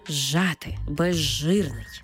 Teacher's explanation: У словах «зжати» та «безжирний», де «з» – свистячий, «ж» – шиплячий, разом ми їх читаємо як «ж». Тобто «з» перетворюється на «ж» і маємо цей подовжений звук «ж».